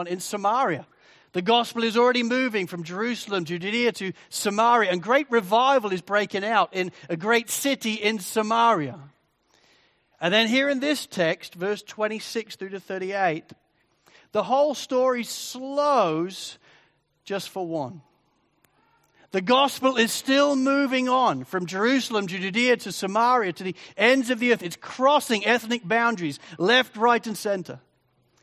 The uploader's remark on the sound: Sermon recording from Sunday 4 Jun 2023